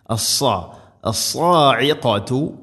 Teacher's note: സ്വാദ് ഉച്ചരിക്കുമ്പോൾ നാവിൻ്റെ മധ്യഭാഗം അണ്ണാക്കിലേക്ക് ഉയർന്നു നിൽക്കണം. അത് ഹെവി ലെറ്ററാണ്, ഇസ്തിഇല എൻ്റെ അക്ഷരമാണ്.